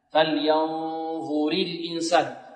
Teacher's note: والراء هنا مرققة. إذن الظاء مفخمة والنون مخفاه